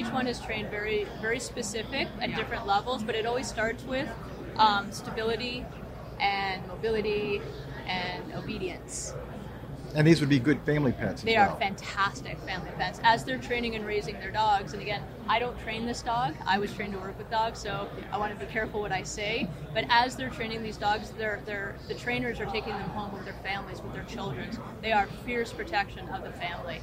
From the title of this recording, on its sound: The Unity Project What’s UP? Podcast at AmFest